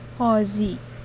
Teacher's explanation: Voiceless uvular stop initially